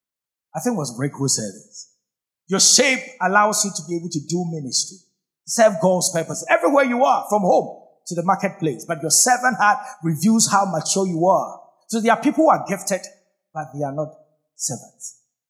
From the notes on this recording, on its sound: Sermon preached at CBC Shiashie Campus